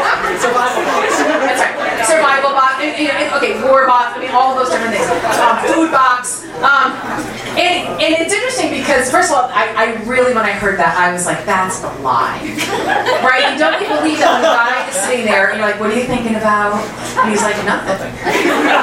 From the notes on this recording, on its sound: Arlington Theology on Tap. Arlington TOT is held on the 2nd Monday of each month at O'Sullivan's Irish Pub located at 3207 Washington Blvd., in Arlington, VA, across from St.